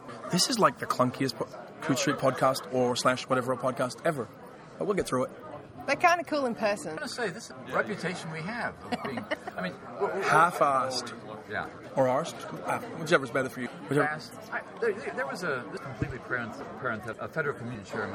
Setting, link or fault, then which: setting, busy venue